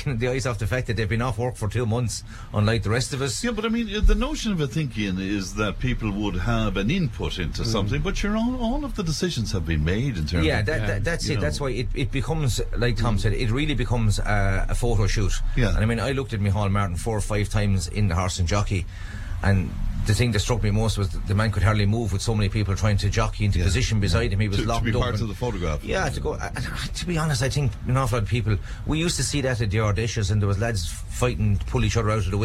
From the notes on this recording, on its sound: Friday's show came live from Cashel as part of Cashel Arts Festival! Members of Cashel Comhaltas performed some songs.